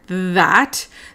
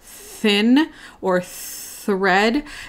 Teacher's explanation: in the word that, the TH makes a voiced sound, but in the word thin or thread, it's an unvoiced sound that's often much softer